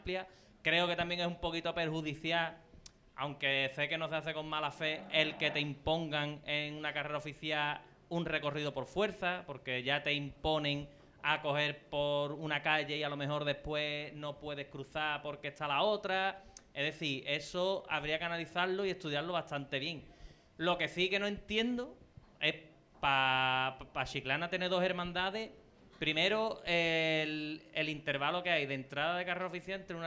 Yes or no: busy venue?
yes